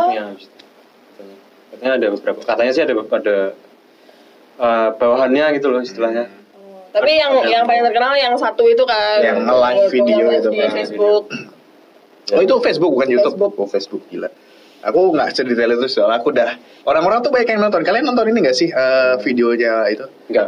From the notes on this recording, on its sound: BAD AUDIO QUALITY. Maaf kualitas audio kami untuk episode ini kurang bagus di karenakan kami mencoba beberapa hal baru di recording.